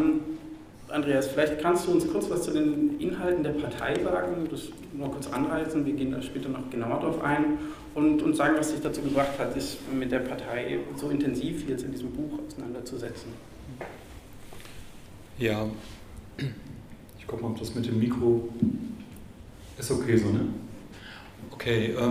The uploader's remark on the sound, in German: Veranstaltung zur Alternative für Deutschland. Im Mitschnitt der Veranstaltung.